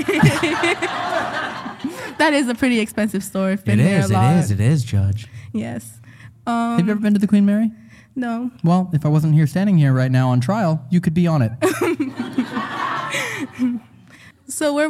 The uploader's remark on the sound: This episode was filmed in front of a live audience at the haunted Pennhurst Asylum in Spring City, PA.